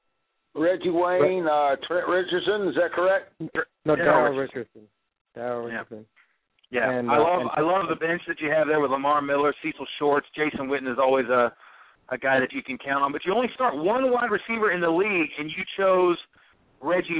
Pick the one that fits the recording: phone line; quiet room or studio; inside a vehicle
phone line